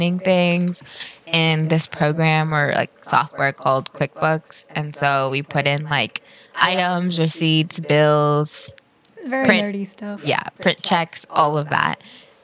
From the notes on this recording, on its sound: With a slight echo bc SOMEONE cough cough is too god damn loud.